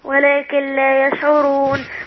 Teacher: النون في اللام. إضغام كامل.